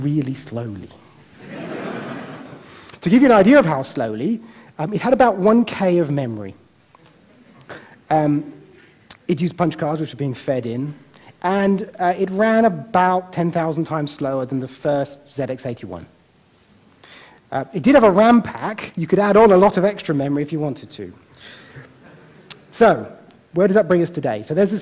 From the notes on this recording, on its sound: Recorded at TEDxImperialCollege